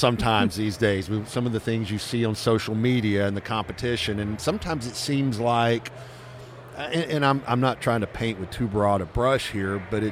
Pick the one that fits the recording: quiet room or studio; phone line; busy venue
busy venue